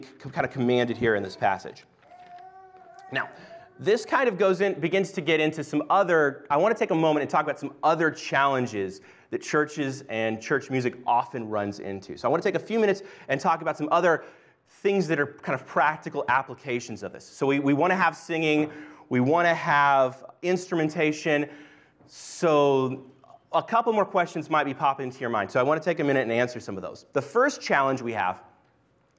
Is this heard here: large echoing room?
yes